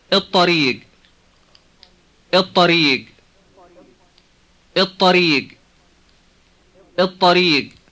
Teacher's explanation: notice that the L in the word for the becomes a T, a ta.